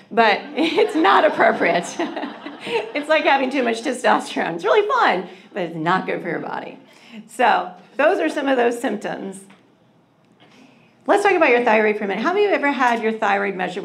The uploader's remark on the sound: a recording of a live presentation I did here in the Phoenix area